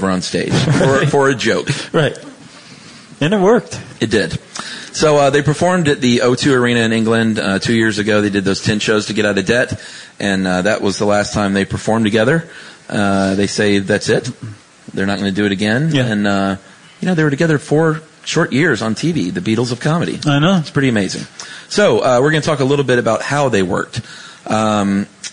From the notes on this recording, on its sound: Live from LA Podfest. Do a live show on Monty Python at the LA Podcast Festival.